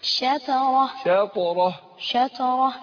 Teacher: يبقى انا براقق الشين اقول شا شاطو وفخم الطاء